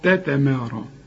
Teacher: الراء مفخمة مع المد بتاعها